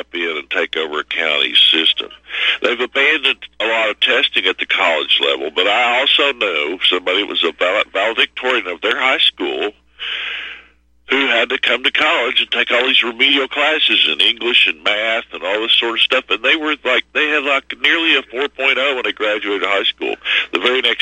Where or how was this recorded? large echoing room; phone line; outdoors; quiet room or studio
phone line